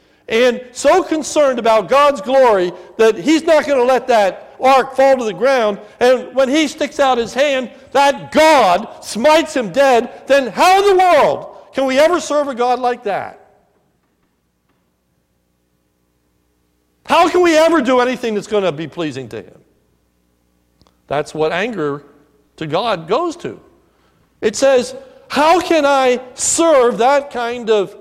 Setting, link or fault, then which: setting, large echoing room